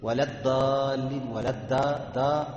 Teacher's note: يبقى انت كده عملت ضاد دال لان انت طلعتها من طرف اللسان